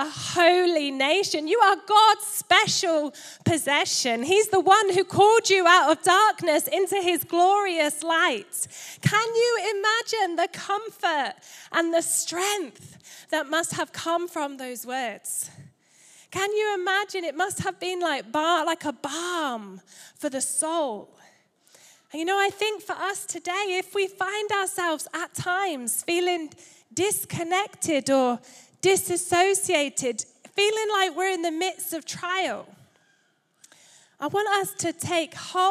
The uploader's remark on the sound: Recorded Live at Life Church Lancashire.